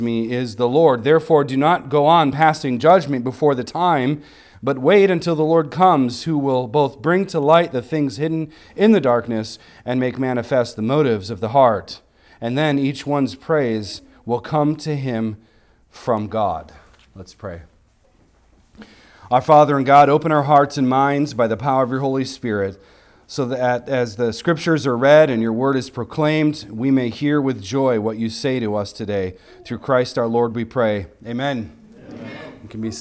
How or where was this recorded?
large echoing room